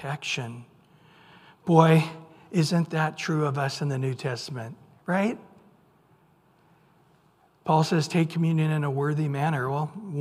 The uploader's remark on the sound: Recorded at Calvary Chapel of Los Alamitos on May 24 2023 on Sunday Morning Sermon.